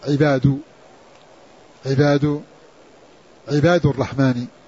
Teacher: وقرأنا الباقين بالباء مفتوحة عباد عباد عباد الرحمن وألف بعدها وضم الدال